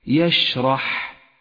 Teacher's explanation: تطبيقاتنا العملية أولا انتبه لصفة الهمس لحرف الشين في كلمة يشرح الشين تحتاج إلى همس والحاء تحتاج أيضا إلى همس